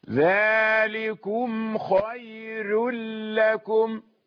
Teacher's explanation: خير لكم بترقيق الراء